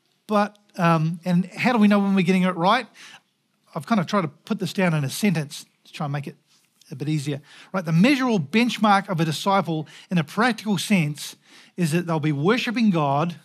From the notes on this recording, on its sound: Recorded at the Hukanui Bible Church morning service on Sunday the 18th of June 2023 during the 10:00 am service.